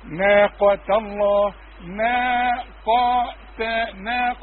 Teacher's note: نبتسم الأول وبعدين نبوز في القاف وبعدين نبتسم في التاء